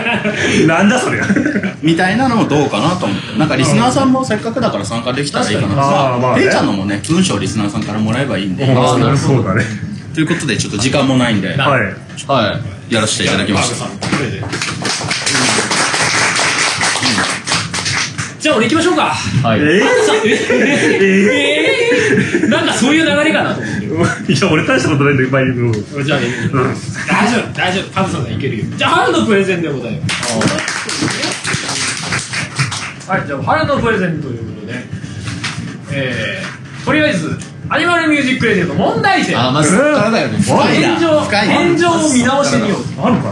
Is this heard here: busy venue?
yes